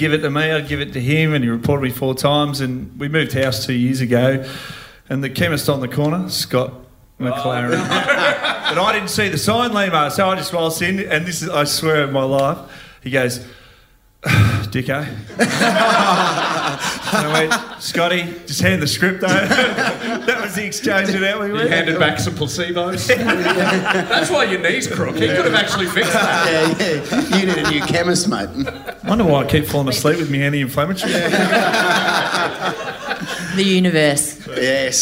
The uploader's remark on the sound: Recorded live at the Comics Lounge in North Melbourne, we present our first live show.